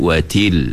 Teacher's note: Dia bunyi pun keras, bunyi pun macam tak cantik bunyi dia, kan? Tapi kalau kita sebut dengan kita bagi sedikit angin, watil, dia akan lembut, cantik bunyi dia · Term: sifat hamas